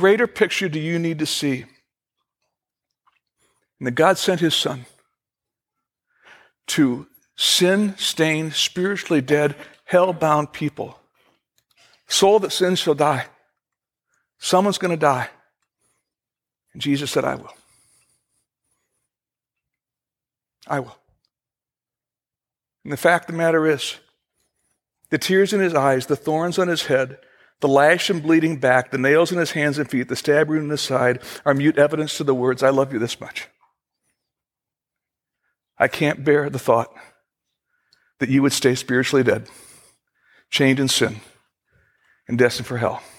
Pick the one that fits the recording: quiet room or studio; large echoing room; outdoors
large echoing room